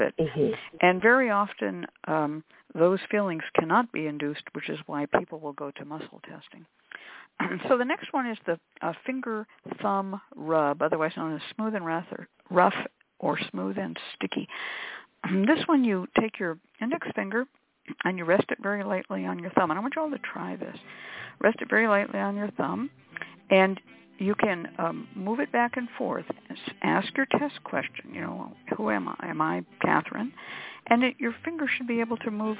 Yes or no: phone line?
yes